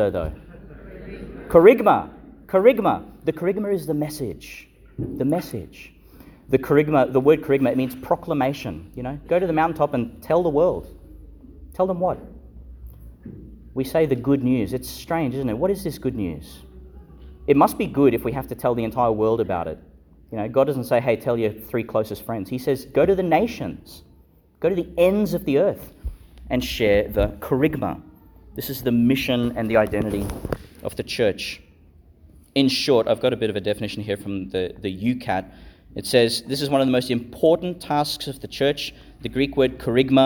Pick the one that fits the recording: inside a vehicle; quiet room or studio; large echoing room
large echoing room